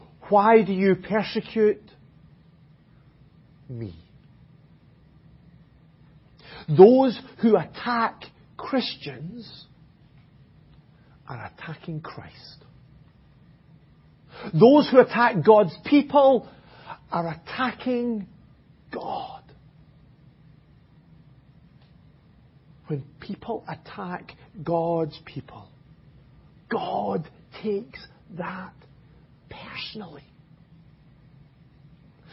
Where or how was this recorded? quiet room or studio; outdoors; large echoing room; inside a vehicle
large echoing room